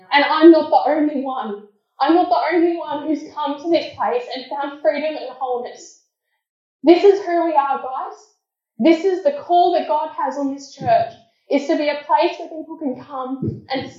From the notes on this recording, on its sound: Apologies for the poor audio quality.